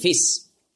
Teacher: Weil es gibt ja kein Sch-Laut im Griechischen. Darum sagen auch die modernen Griechen, die sagen ja nicht Fisch, sondern Fis.